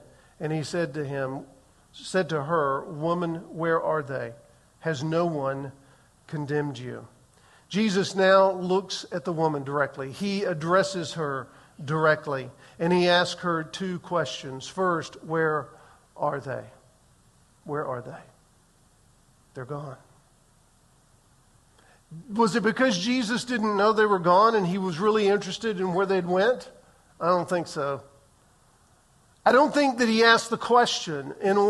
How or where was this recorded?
large echoing room